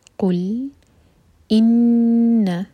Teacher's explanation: قل، قاف دمہ، ہوٹ کول ہوں گے لیکن جب لام پر پہنچیں تو ہوٹوں کو فلیٹ کر لیں. قل ان، نون پر غنہ، دو سیکنڈ کا ٹائم دیں گے، ہولڈ کریں گے نون کو